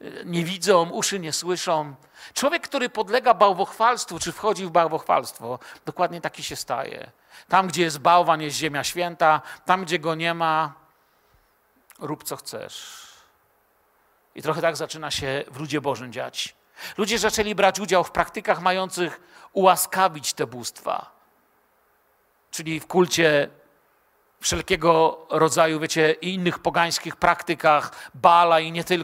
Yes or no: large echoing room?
yes